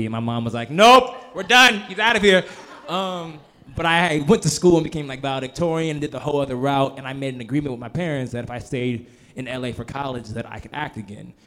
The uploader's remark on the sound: Live Panel